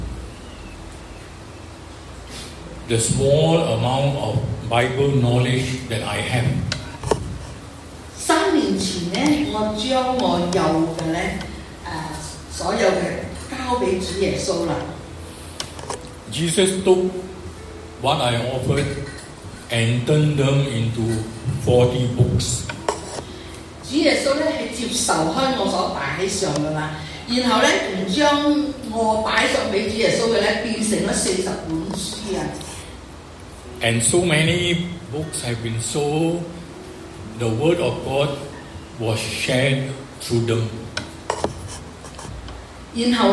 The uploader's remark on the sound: Preached on 17/11/23 in St Andrews Presbyterian Church Pengkalan Ipoh.